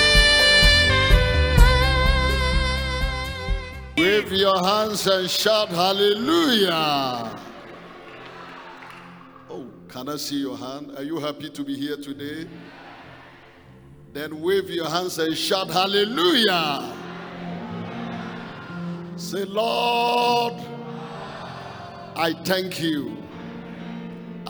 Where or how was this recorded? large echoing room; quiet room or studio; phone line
large echoing room